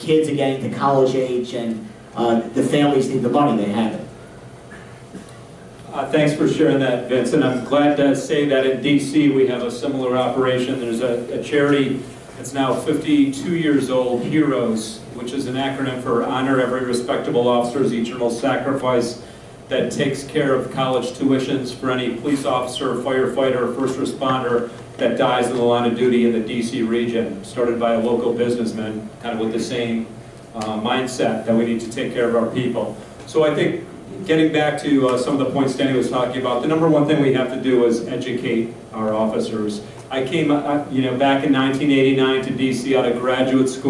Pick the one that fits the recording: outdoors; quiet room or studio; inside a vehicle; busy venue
busy venue